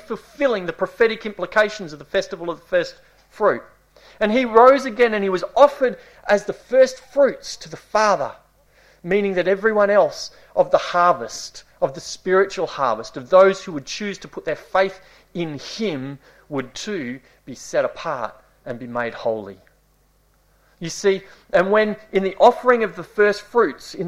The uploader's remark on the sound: This series was delivered over a number of months in late 2018 at the Esperance Church of Christ.